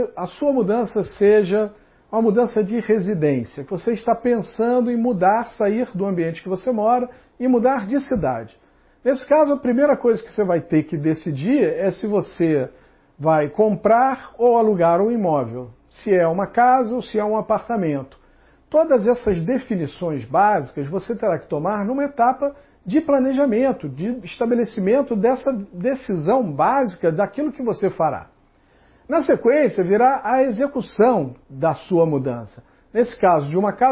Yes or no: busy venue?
no